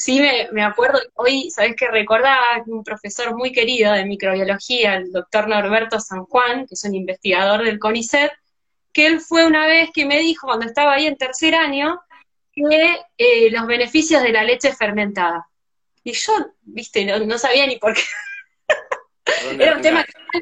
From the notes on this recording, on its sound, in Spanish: Audio de la charla en VIVO por Instagram